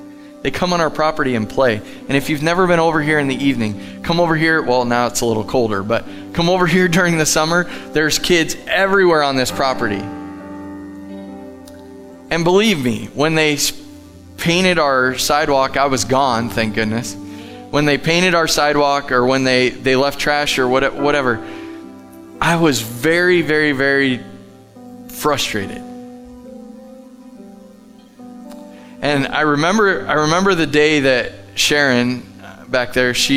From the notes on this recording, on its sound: Live from The Summit Church in Dover, OH